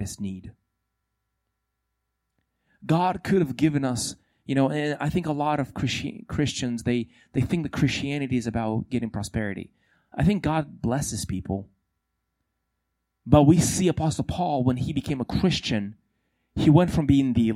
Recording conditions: large echoing room